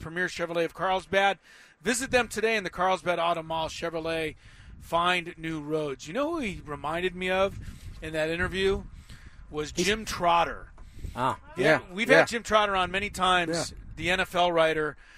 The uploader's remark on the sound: The guys were LIVE at Rancho Bernardo High School for the game between RB and Fallbrook.